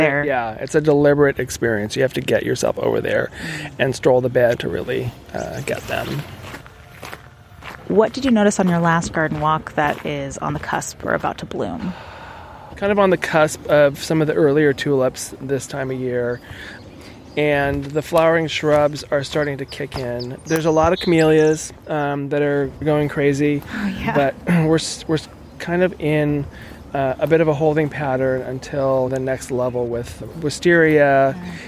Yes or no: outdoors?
yes